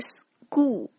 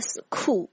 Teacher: 在重读或者是次重读音阶中 s 后边的这个辅音要进行浊化的这样的一个变化的 · Shown in: first take